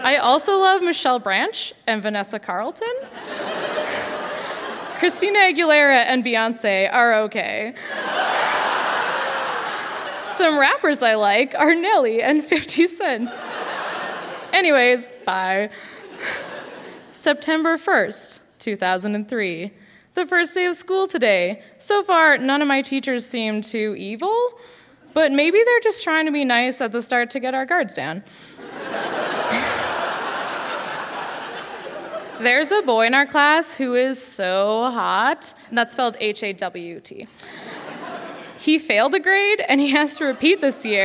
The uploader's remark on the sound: Recorded live at The Arden Theatre in St.